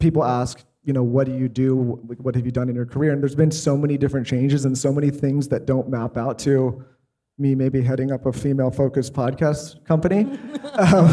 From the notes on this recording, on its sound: Business Panel from Dear Media IRL